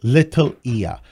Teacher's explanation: there's a glottal stop right in the middle of that that we all have to pay attention to